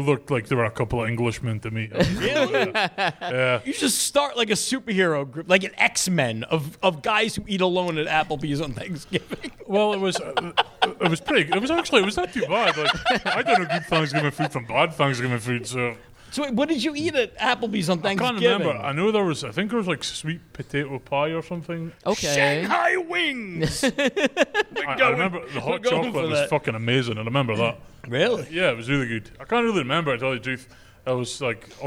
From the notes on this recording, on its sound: Thanksgiving at Applebee's. This Thanksgiving Eve live show.